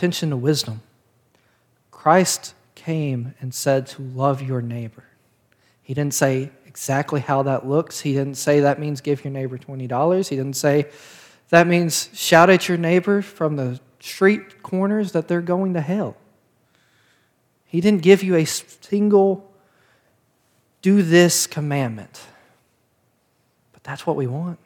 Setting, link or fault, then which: setting, large echoing room